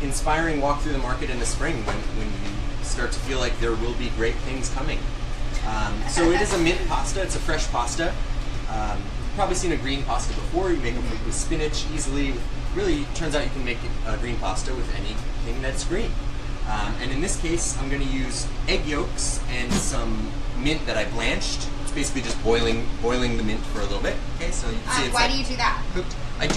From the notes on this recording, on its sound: Join me for a special in-kitchen Lady Lair LIVE with …. At his new restaurant and NYC hot spot, Out East.